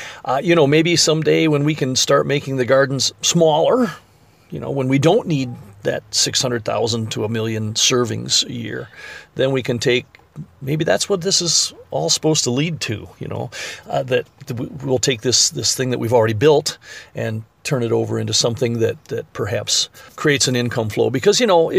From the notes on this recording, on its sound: If you listen carefully, you may hear the sound of the intermittent windshield wipers going across the glass. During a summer storm, as they were talking amongst the raised bed vegetable garden, planted in what was the parking lot of an abandoned building.